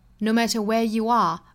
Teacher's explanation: 这个 are 不做弱读，不能是读成 a